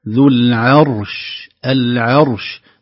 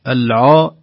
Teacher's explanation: نرقق العين ونفخم الراء ونسكنها ثم ننطق حرف الشين · Shown in: first take